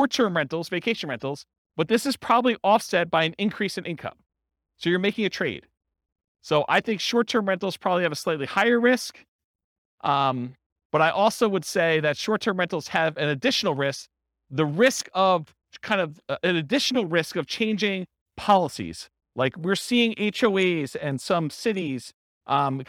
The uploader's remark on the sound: This was a live class recorded